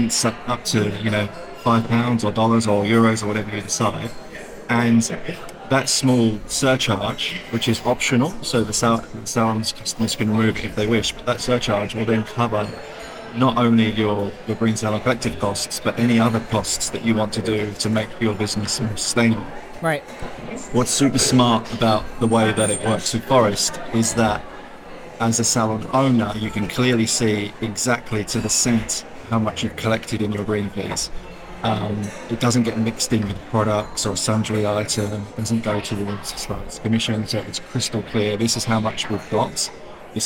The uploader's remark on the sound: Live From the Salon Owners Summit 2024